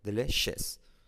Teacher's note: Y la S, es una SH.